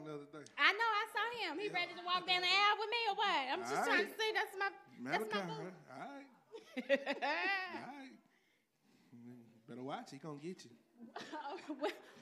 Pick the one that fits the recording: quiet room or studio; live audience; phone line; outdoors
live audience